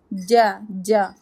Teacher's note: ja 2 haraka long ja should sound like a jam okay the middle of the tongue rises and touches the palate ja ja make it clear otherwise it go to cha okay